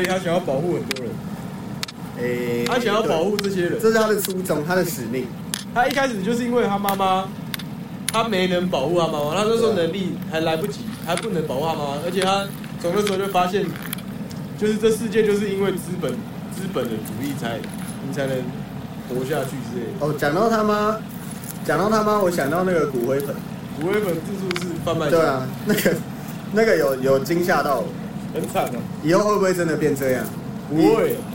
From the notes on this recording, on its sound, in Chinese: 本集使用設備：iphone 12 mini